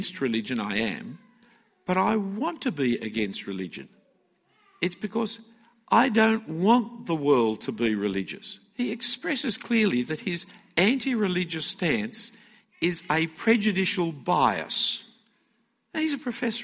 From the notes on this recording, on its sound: A talk given at the FIEC Conference for Ministry Workers in 2016.